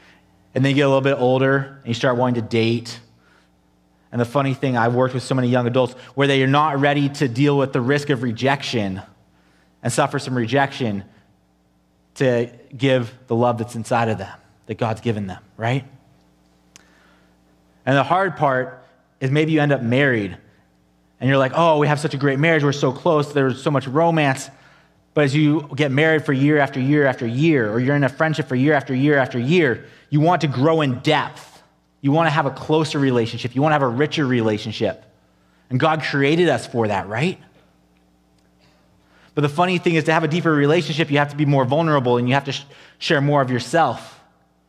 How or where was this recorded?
large echoing room